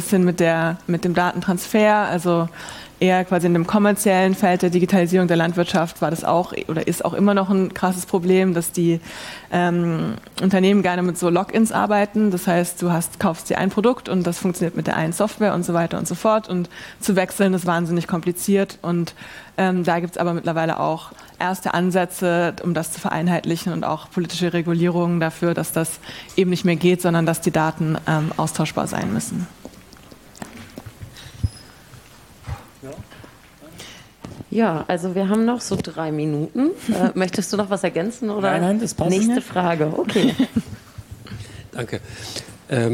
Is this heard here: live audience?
yes